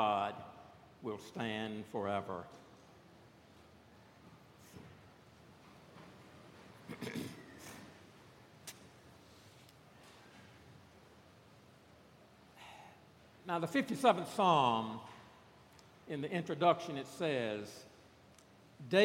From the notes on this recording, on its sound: This past Sunday, September 8 at Redeemer Presbyterian Church in Charleston, SC